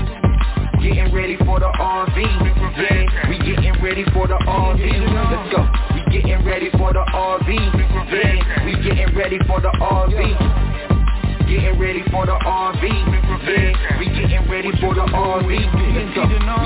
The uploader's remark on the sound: TNTSuperfantastic Conference Call